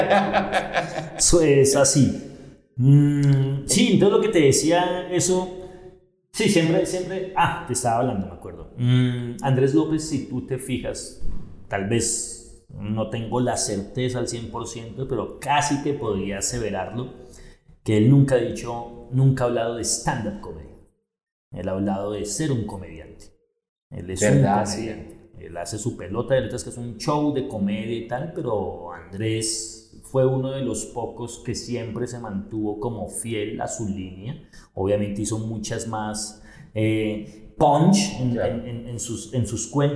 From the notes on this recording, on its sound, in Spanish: DISCULPAS POR EL ECO EN EL AUDIO. Directo desde Bogota.